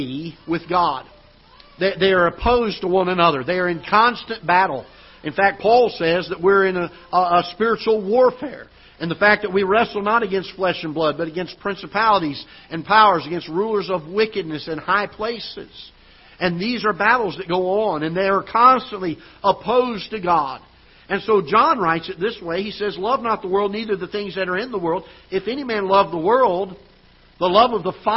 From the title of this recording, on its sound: Ketha Heights Baptist Church ~ Live Broadcast